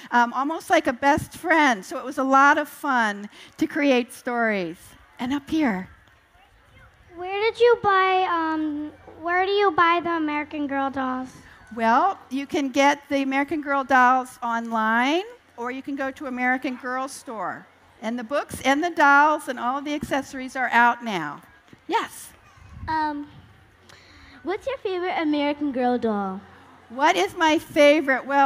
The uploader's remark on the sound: appears on the Family Storytelling Stage at the 2012 Library of Congress National Book Festival